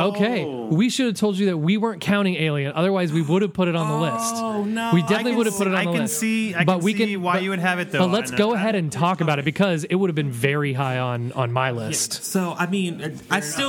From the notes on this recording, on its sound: Live From Neckbrace Horror Night! We record live from the annual Neckbrace Substitute Horror Night. Everyone's having a good time hanging out while we dig into a variety of films.